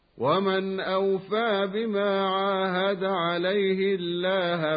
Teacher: رققت لام لفظ الجلالة كما سمعنا لوقوع الكسر قبلها